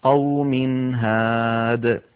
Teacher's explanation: وقوم نونت الميم فلذلك ننطق التنوين مظهرا · Term: إظهار